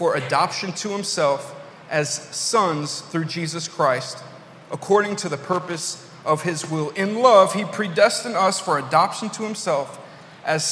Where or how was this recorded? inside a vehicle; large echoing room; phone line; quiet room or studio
large echoing room